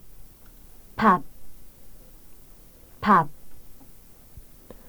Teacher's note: The sound value of an initial piep is the same as a final piep except for releasing. Do not release the final consonants when you pronounce them.